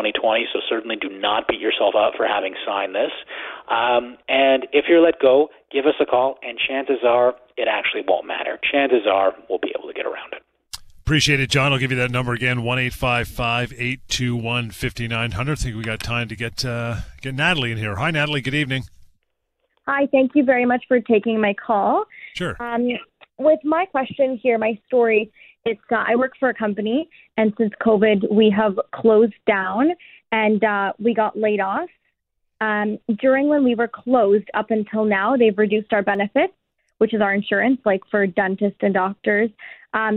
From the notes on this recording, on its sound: answer these questions as well as your phone calls